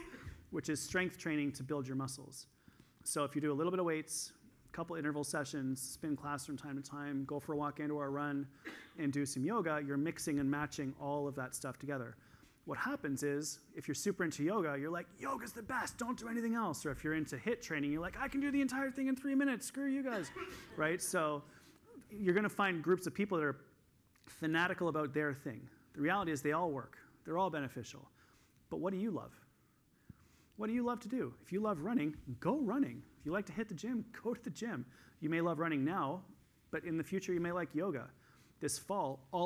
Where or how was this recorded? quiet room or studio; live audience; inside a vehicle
live audience